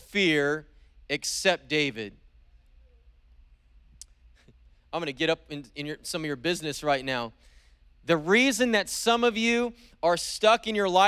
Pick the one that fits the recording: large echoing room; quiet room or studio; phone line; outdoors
large echoing room